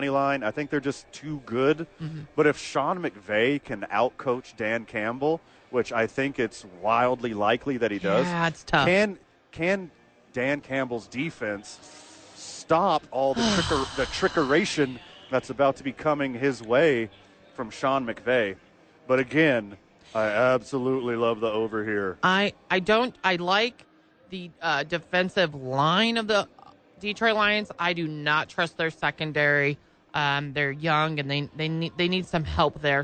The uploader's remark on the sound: live at Rio Rancho Event Center!